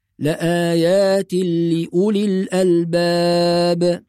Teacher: يبقى بعد التاء ننطق لام مباشرة · Term: الإضغام بغير غنة